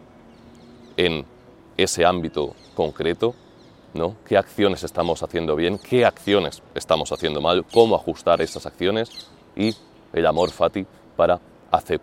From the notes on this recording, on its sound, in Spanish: grabado frente al Coliseo, en pleno centro de Roma